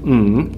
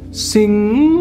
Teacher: So if you think of the word ng at the end of sirening, ng, what happens is your kind of tongue goes back up, ng, and the sound comes through your nose